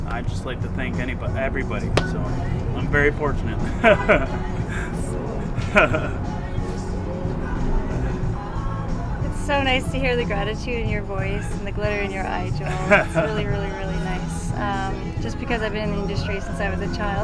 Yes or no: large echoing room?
no